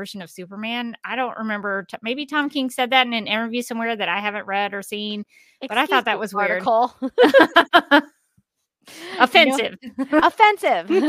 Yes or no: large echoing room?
no